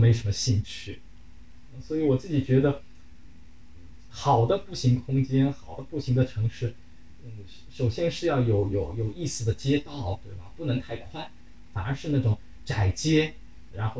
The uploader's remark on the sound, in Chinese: 录制条件所限，本期录音存在不可逆转的音质损伤